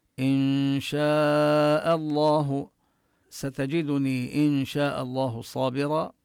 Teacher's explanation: حكم النون هنا الإخفاء مع الغنة، وشاء فيها المد المتصل الواجب، تمد أربع حركات